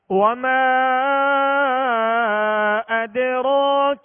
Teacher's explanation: دال پر سکون ہے، جزم ہے، لہذا دال پر قلقلہ کریں گے.